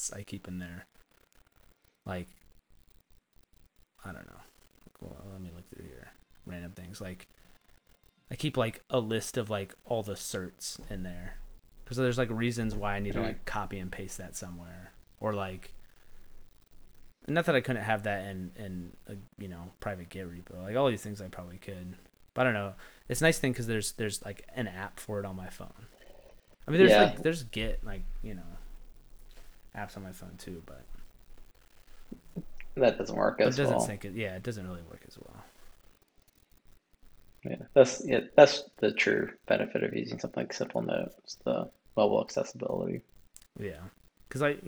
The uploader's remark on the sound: My audio was incredibly quiet during the recording so when editing I had to pump up the volume which introduced a fair bit of static. I apologize and hope the episode is bearable despite that static!